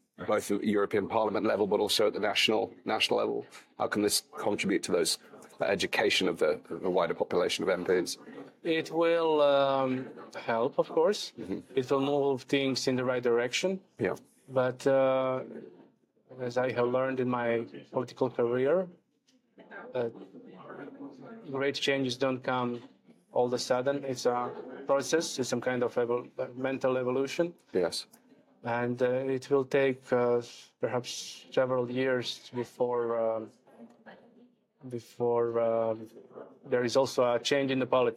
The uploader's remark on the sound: recorded at the International Covid Summit